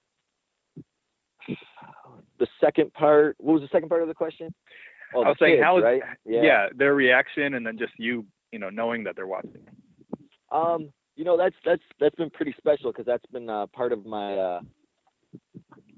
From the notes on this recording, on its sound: Impact Media Call. Impact Wrestling Media Call.